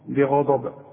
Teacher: وباءوا بغضب، البه اظهرها أنها مكسورة والغين مفخمة مدام مفتوحة والضاد طبيعي مفخمة